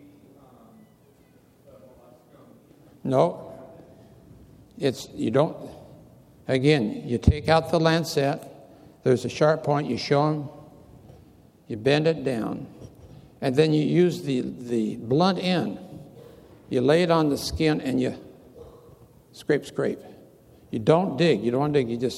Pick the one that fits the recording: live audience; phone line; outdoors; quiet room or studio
live audience